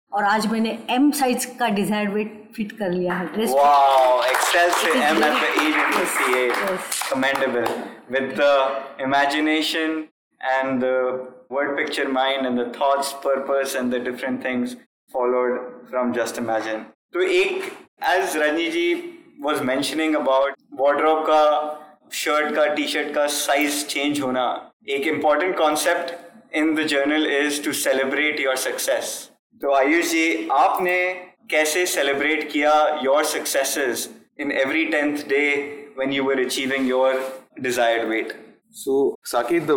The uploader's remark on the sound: This 26th episode was recorded with our Live Audience